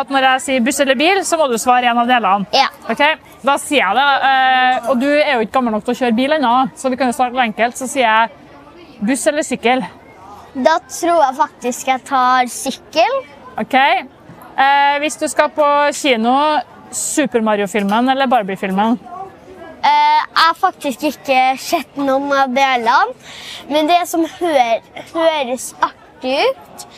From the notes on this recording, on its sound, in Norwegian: Hun er på Skaperfest sammen med mammaen sin. Trondheim Tech Ports InnovasjonsPodcast ble spilt inn under årets Trondheim Skaperfest , midt på torvet i teknologihovedstaden Trondheim. Podcasten er gjort mulig i samarbeid med Nomono , som lånte oss sitt bærbare podcast-studio, fylt med splitter ny lydteknologi fra SINTEF .